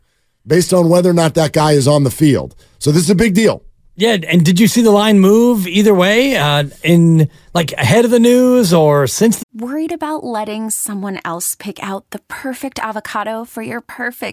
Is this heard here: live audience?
no